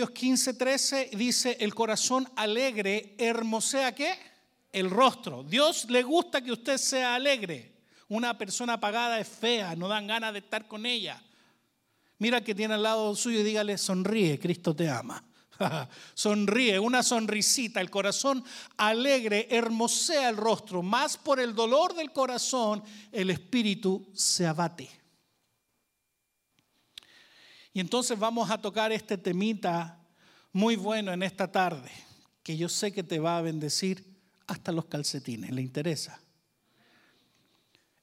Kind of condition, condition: setting, large echoing room